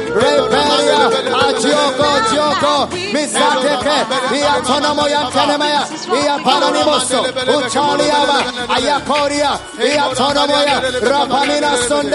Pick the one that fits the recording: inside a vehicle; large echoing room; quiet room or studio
large echoing room